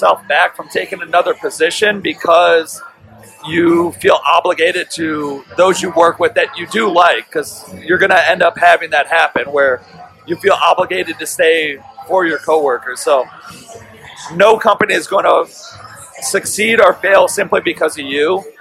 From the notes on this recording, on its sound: We recorded it in Ireland while at a pub, so a little chaotic, but nonetheless we prevailed.